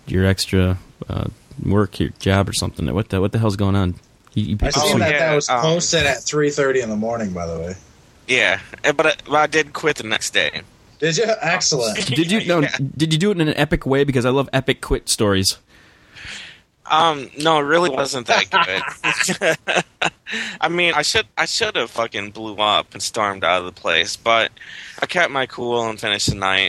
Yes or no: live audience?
no